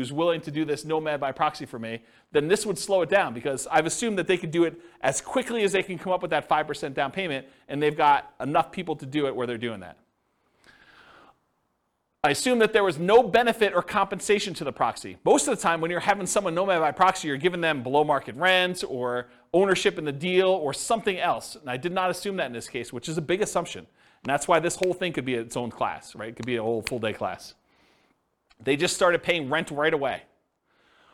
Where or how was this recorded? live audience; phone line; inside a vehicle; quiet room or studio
live audience